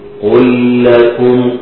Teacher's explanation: مفيش غنة، إضغام بدون غنة